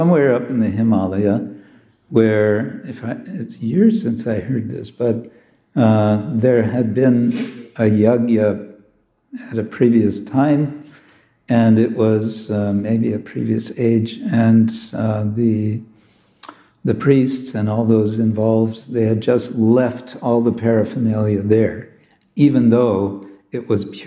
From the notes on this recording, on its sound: Friday evening lecture from ISKCON Zagreb